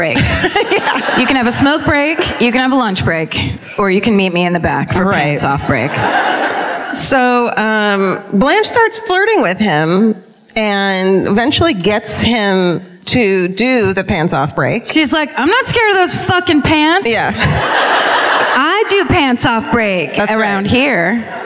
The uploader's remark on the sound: Live at the Belk Theater in Charlotte